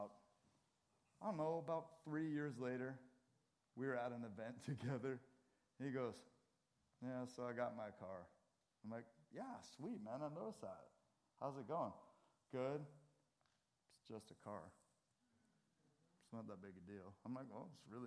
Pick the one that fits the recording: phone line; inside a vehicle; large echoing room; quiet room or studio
large echoing room